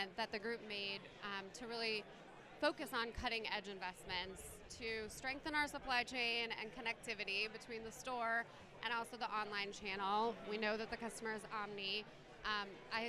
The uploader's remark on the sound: Live From eTail